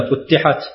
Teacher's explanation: قرأ ابن عامر لفظ فتحت بالتشديد هكذا فتحت، والباقون بالتخفيف.